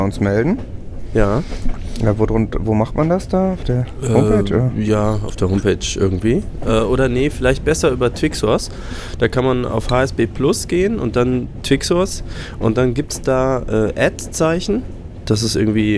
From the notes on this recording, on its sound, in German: Live aus voller Fahrt mit der deutschen Bahn.